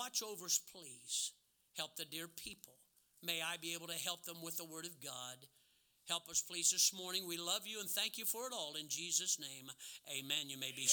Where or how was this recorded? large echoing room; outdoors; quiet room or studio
large echoing room